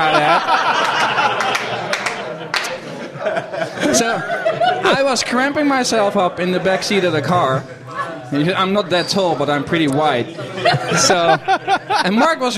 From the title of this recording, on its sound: Live at SDC, The Netherlands!